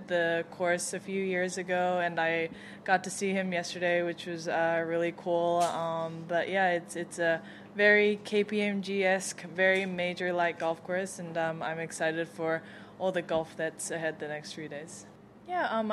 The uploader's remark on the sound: broadcasts live from TPC River Highlands at the Travelers Championship